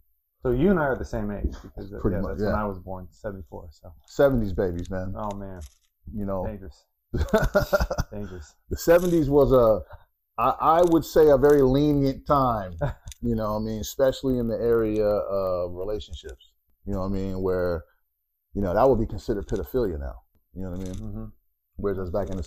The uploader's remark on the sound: The sound within this episode does have a little interference due to a bad microphone.